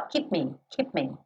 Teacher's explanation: Não vou quicar no lábio com lábio, eu vou uma vez só.